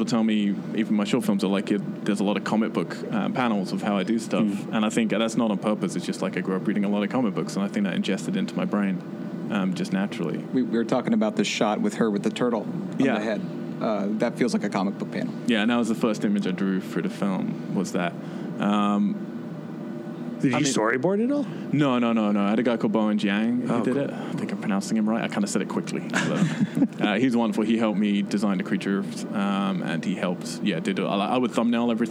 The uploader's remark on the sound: The conversation was recorded on site at the Lost Weekend XI film festival at the Alamo Drafthouse in Winchester, Va. The conversation was recorded on site at the Lost Weekend XI film festival at the Alamo Drafthouse in Winchester, Va.